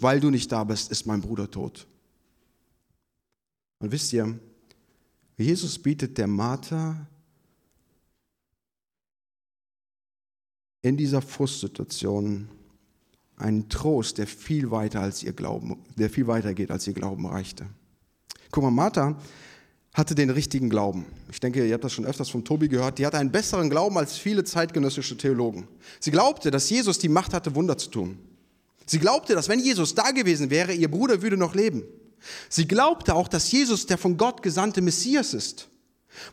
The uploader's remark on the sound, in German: Predigt vom Gottesdienst